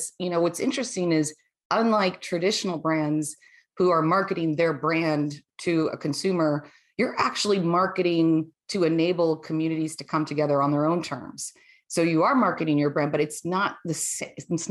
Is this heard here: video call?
yes